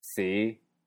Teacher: Este tono empieza abajo y sube solo a un nivel medio. · Term: Quinto tono